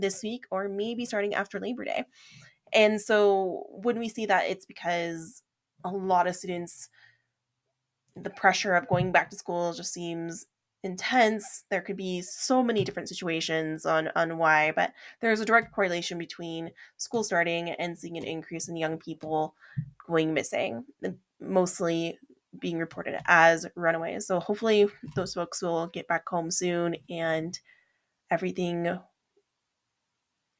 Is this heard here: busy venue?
no